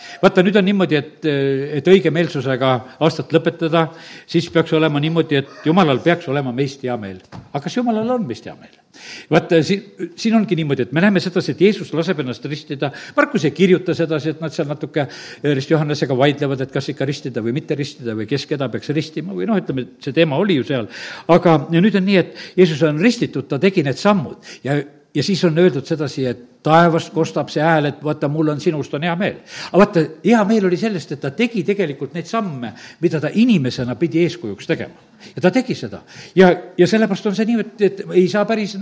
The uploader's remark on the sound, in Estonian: Audio salvestus koosolekult